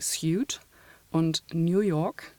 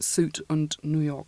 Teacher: Das sogenannte Yod Dropping, was in amerikanischen Varietäten sehr viel weiter fortgeschritten ist · Shown in: second take · als in allen anderen Varietäten in der ganzen Welt.